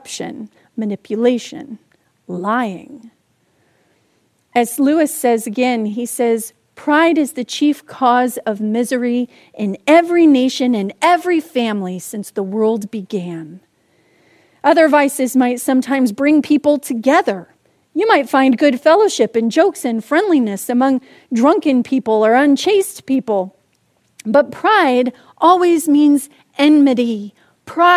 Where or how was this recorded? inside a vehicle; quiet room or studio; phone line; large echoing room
large echoing room